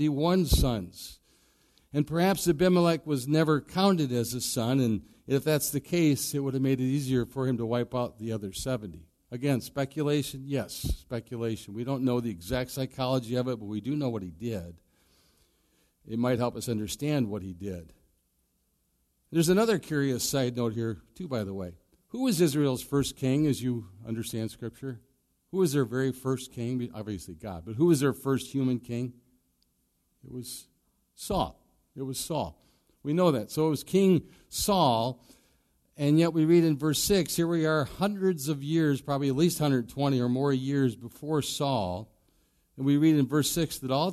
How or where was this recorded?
large echoing room